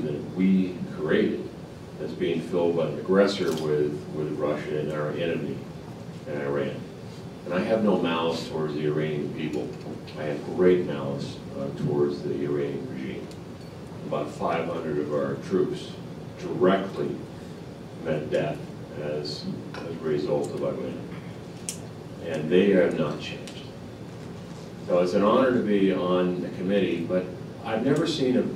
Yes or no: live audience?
yes